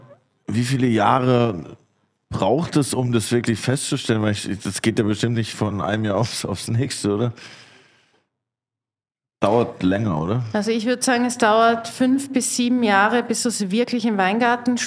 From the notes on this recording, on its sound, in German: Sie findet vor Publikum in der Freundschaft statt.